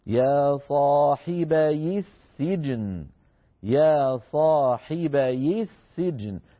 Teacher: فنكسر الياء من كلمة صاحبي حتى نتخلص من التقاء الساكنين